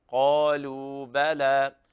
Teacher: ولا بد من ترقيق اللام في قالوا بلى، والواو مدية، قالوا بلى.